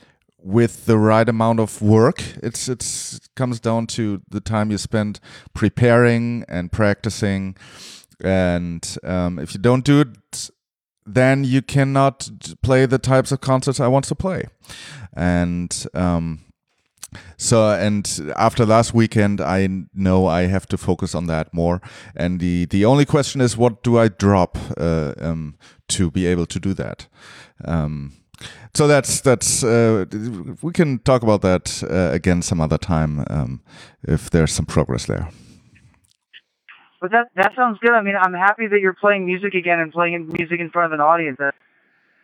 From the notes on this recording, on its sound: Nothing says dystopian future podcast like calling in from a Satellite phone while riding cross-country trains in the USA. As you'll hear in the first few seconds, sound quality was not the first priority on this very remote edition of SW2L. The IsatPhone2.